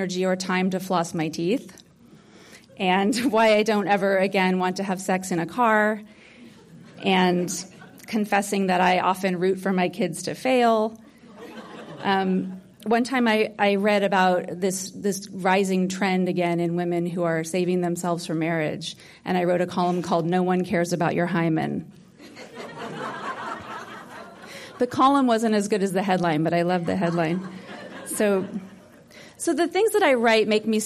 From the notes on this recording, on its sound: Talk from the 2018 Santa Barara Writers Conference. Santa Barbara Writers Conference 2018. Ninety Degrees Media for recording and sharing.